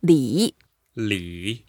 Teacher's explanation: 礼 is a third tone, so we have to go down and then up and...It sounds like a L-E-E or L-I.